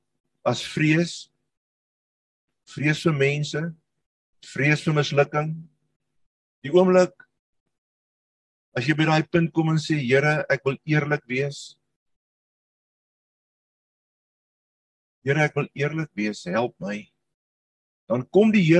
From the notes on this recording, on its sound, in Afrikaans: Manne van die Woord Zoom Byeenkoms 3 Mei 2022